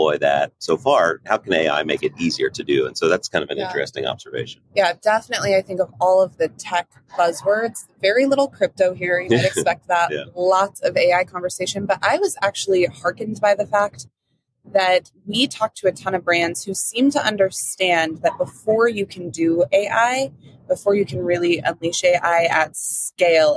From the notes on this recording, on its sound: Live from Las Vegas. Live from Adobe Summit in Las Vegas.